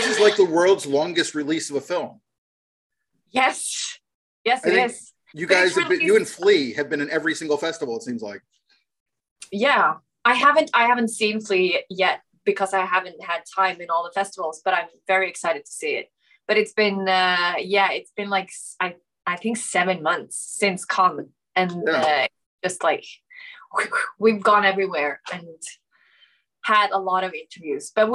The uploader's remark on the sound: Shot via Zoom, January 2022.